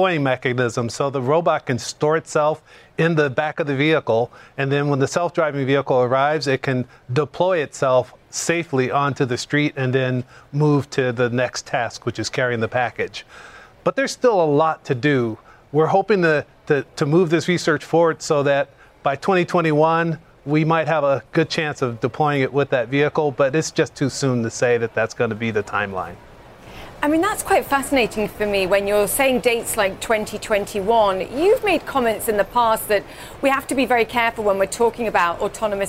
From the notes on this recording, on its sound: live at the New York Stock Exchange